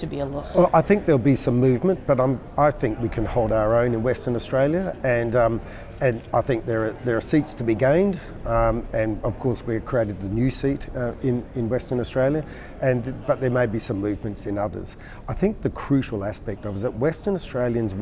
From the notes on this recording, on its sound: on the sidelines of the conference